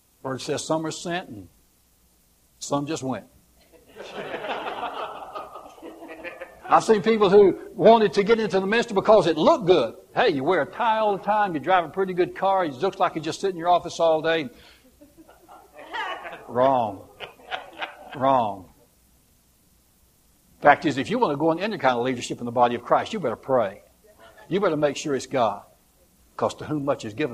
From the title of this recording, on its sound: live service